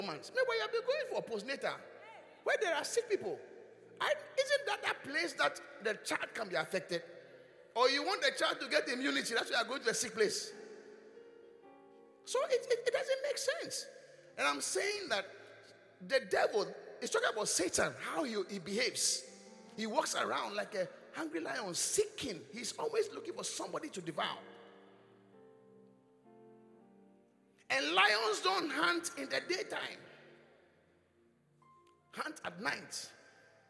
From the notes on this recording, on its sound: Preached at the Qodesh